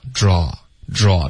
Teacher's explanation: 大部分美国人就不会把这一个字发为 R,而会发 aw